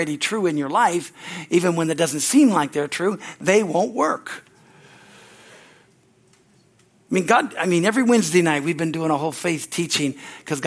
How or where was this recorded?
large echoing room